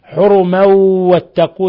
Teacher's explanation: تنوين فتح جاء بعده الواو إضغام بغنة